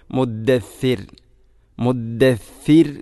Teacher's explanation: സ എന്ന അക്ഷരം ഉച്ചരിക്കുമ്പോൾ നാവിൻ്റെ അറ്റം അല്പം പുറത്തോട്ട് വരണം. സ എന്ന അക്ഷരം ഉച്ചരിക്കുമ്പോഴാണ് ഏറ്റവും കൂടുതൽ നാവ് പുറത്തോട്ട് വരുന്നത്.